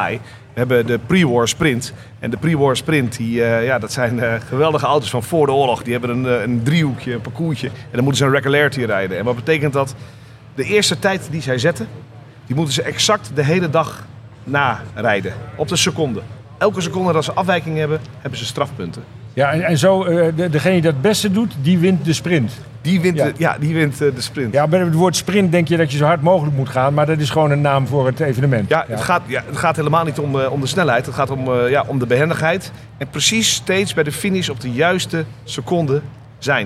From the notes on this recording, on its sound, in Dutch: we zenden deze keer live uit vanaf Wheels at the Palace, voorheen bekend als het Concours d'Elegance Soestdijk